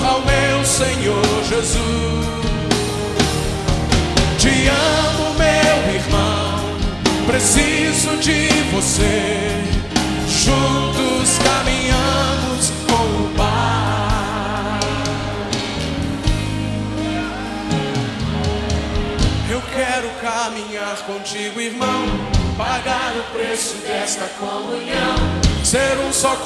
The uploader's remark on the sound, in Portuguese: Gravado ao vivo no Centro de Convenções MinasCentro.